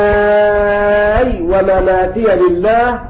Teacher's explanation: ومعنى هذا في قوله تعالى ومحياي ومماتي لله رب العالمين قرأ بإسكان الياء مع المد المشبع ست حركات